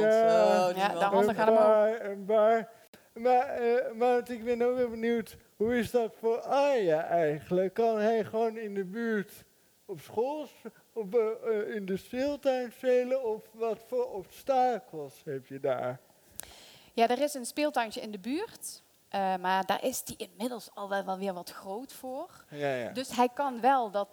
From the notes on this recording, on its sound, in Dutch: Deze bijzondere aflevering werd live opgenomen vanuit De Grote SamenSpeeldag 2023!